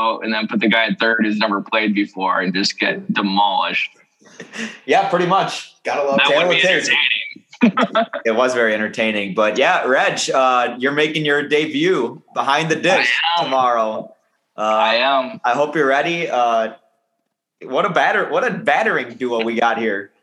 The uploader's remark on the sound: The whole gang is back via zoom